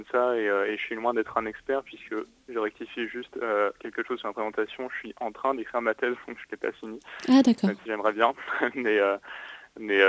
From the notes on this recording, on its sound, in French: On reçoit par téléphone. Radio Campus Paris.